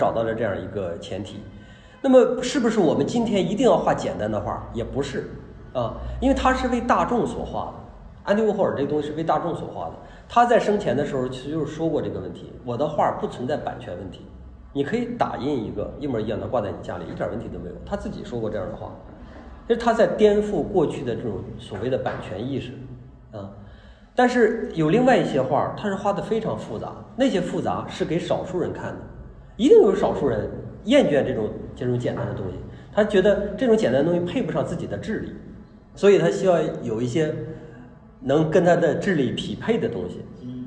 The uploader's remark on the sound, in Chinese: 讲座录音